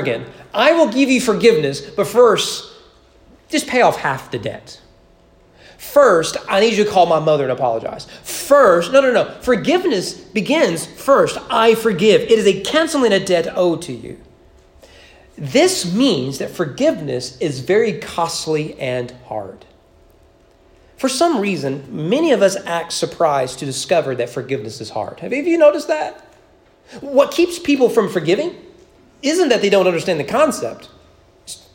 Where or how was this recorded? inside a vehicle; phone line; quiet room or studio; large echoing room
large echoing room